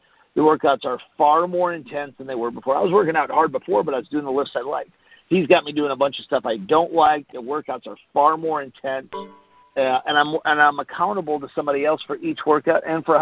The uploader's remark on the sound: Team Freedom conference call on 4/12/19.